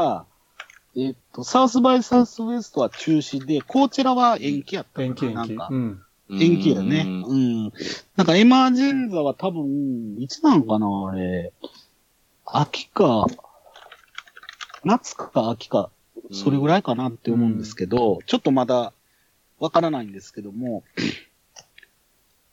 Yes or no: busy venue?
no